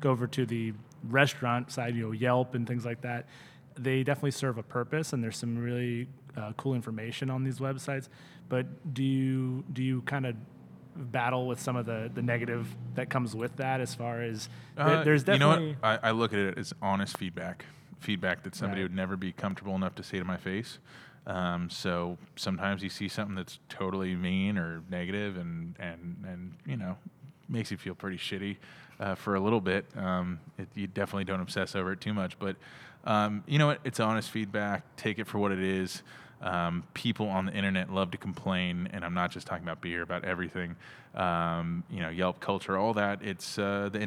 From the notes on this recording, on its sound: We recorded this episode at CellarMaker Brewing